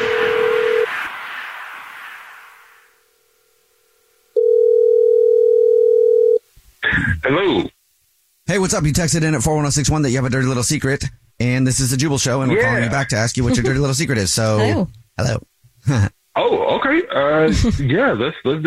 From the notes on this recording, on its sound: There is a guy on the phone who texted in that he has a Dirty Little Secret and we are calling him back to hear his Dirty Little Secret.